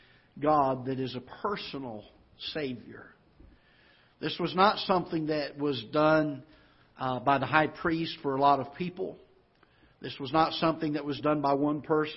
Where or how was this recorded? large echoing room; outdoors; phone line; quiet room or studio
large echoing room